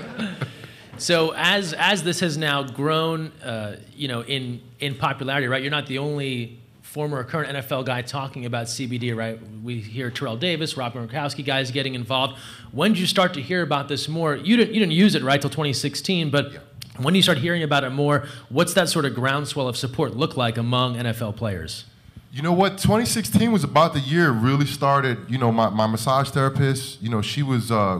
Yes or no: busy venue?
yes